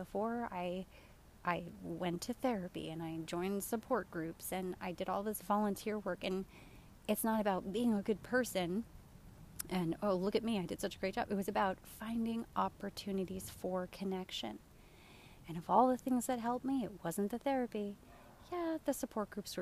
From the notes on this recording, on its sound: Live from my backyard! I laid in the grass of my backyard and soaked up the sunshine while recording this week's episode, sacrificing audio quality.